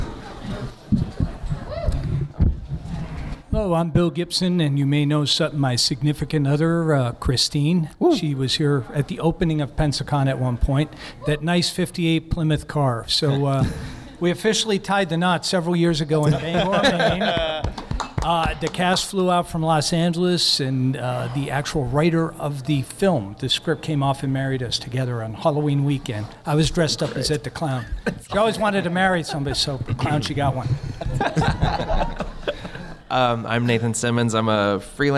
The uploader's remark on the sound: Stephen King Film and TV Adaptations Panel. Answer questions from the audience!